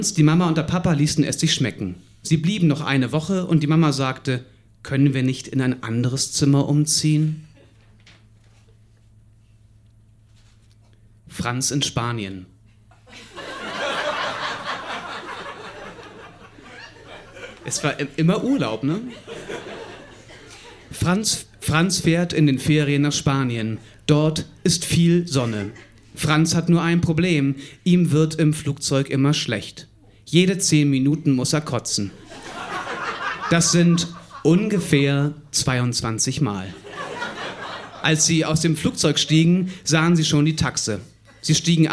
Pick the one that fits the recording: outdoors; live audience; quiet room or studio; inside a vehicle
live audience